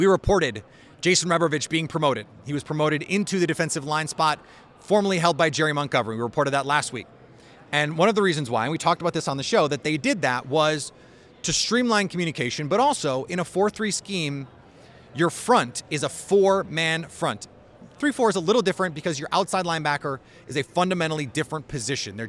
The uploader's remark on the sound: all live from Radio Row in Las Vegas for the Super Bowl.